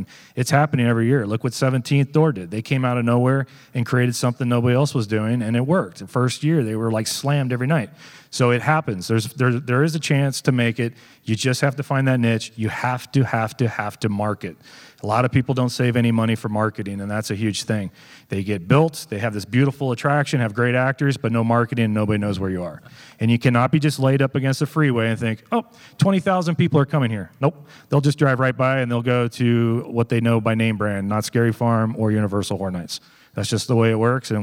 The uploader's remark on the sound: This presentation was recorded live during Midsummer Scream.